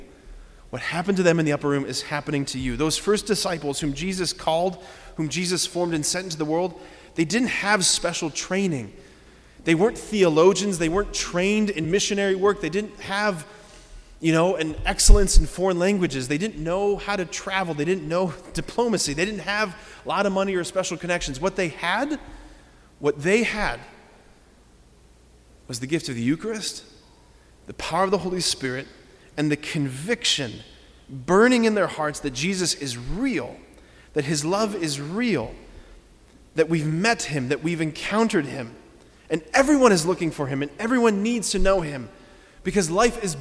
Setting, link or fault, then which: setting, large echoing room